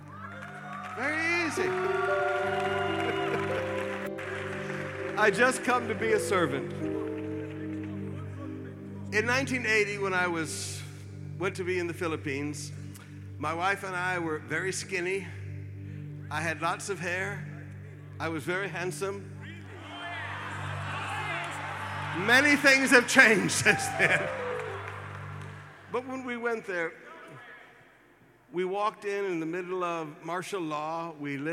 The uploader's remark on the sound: Preached at the Qodesh